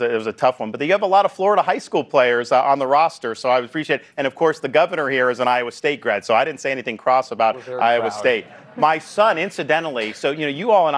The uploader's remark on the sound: Republican Presidential Town Hall. From Des Moines, Iowa.